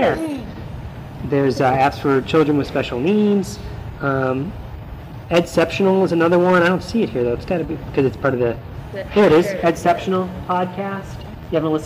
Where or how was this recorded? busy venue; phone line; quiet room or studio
busy venue